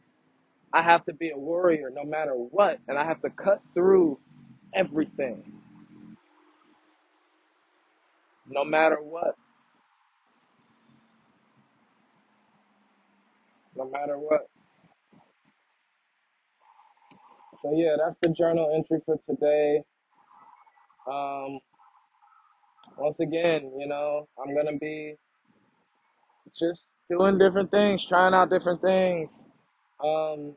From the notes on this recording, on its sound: Audio is shakey… still working on that.